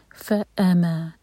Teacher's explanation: فا کے بعد جب حمزہ آئے گا تو وہاں کٹ آف ساؤنڈ آنا چاہیے، حمزہ کا مخرج کی آواز.